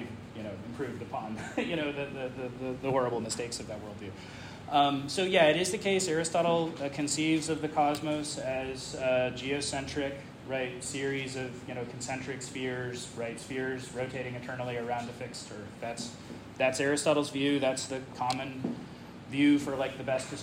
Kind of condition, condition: setting, large echoing room